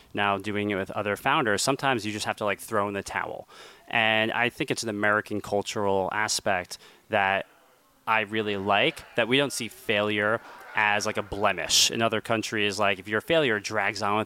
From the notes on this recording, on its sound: This special edition of Uncharted was recorded live at the annual Uncharted Summit in Southampton.